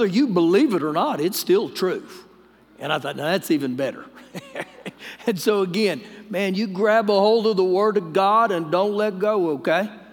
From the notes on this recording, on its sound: Recorded live during our Wednesday night service